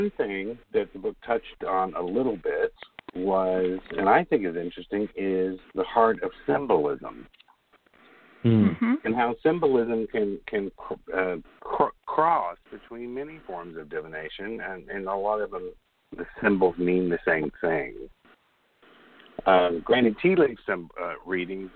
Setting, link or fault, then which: link, phone line